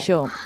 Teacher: si mirem el castellà d'Amèrica, fixeu-vos que el jo... en Argentina ja ha passat a ser xo